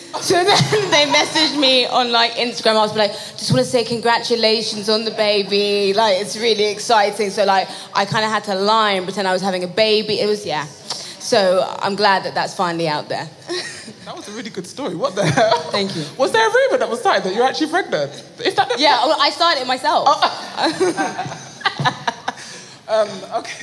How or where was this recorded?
live audience